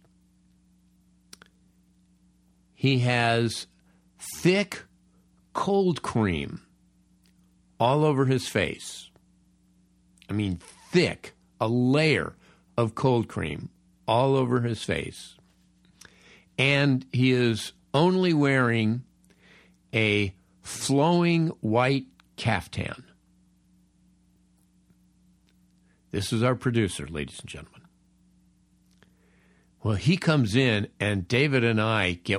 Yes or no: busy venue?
no